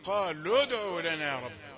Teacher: حرف المادة هيسقط، الواو هتسقط وتكفي الضمة